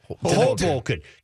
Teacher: Give the accent to the first syllable.